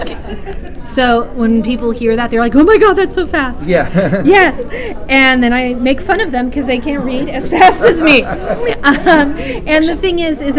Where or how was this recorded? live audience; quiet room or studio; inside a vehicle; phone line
live audience